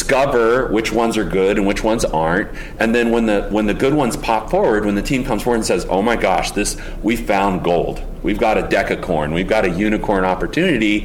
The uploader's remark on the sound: This conversation was recorded during the 2019 Lean Startup Conference in San Francisco